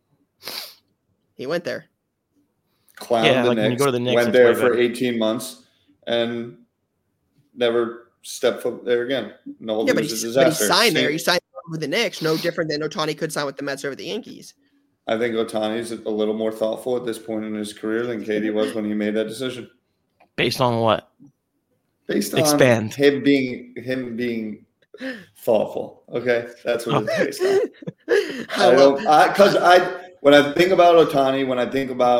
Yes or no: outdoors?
no